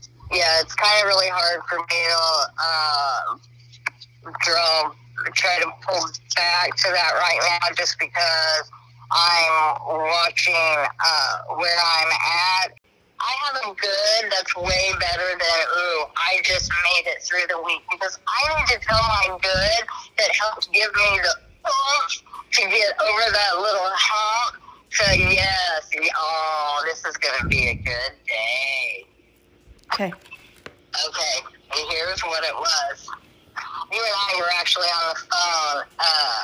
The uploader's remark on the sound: a little hands free road trip recording